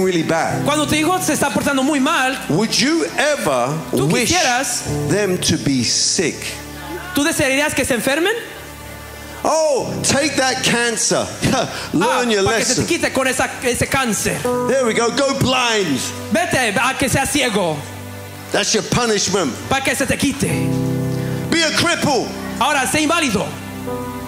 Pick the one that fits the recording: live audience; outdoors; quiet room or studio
live audience